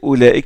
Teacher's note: la hamza qui est derrière se prononce O et non pas A et non pas I